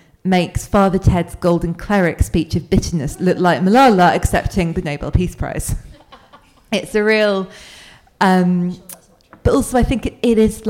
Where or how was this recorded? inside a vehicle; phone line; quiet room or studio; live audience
live audience